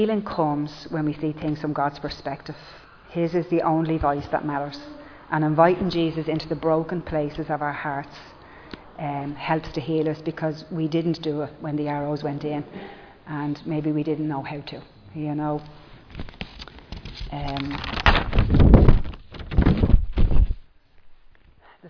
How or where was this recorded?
large echoing room